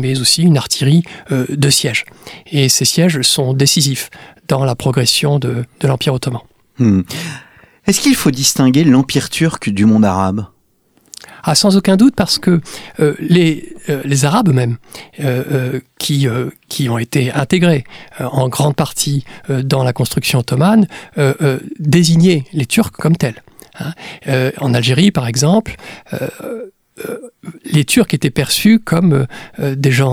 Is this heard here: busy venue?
no